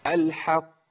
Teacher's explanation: القاف مشددة والوقوف عليها بزمن اطول شويه، ودي اعلى مراتب القلقله